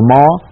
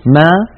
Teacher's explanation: والميم العربية مجهورة لأنها ليست من حروف سكت فحسه شخص فلا يجري معها نفس. والميم العربية مستفلة فهي مرققة، العرب لا تقول ما بل تقول ما · Shown in: second take · والميم العربية منفتحة لا ينطبق اللسان عليها عند النطق بها.